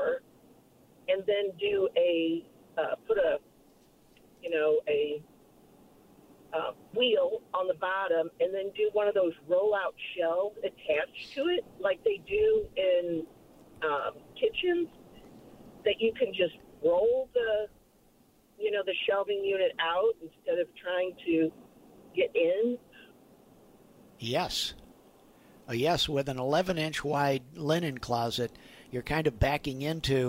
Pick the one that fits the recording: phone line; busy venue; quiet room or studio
phone line